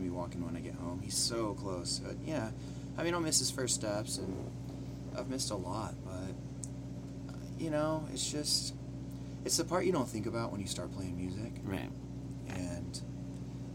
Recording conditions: hum or buzz